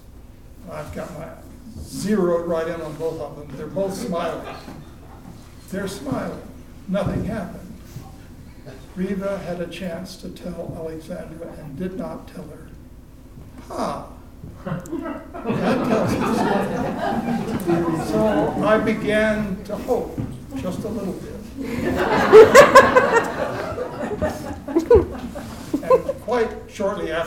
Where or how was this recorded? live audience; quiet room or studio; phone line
live audience